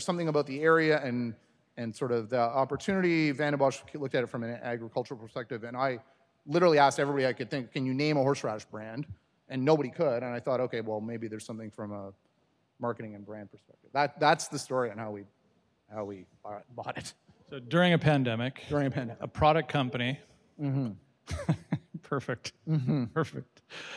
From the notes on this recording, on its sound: recorded at the Desjardins Entrepreneurship Speaker Series